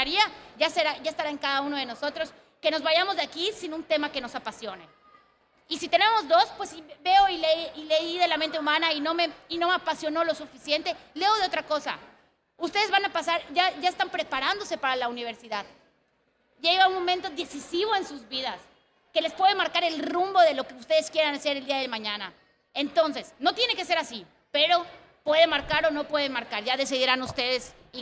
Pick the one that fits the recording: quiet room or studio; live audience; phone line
live audience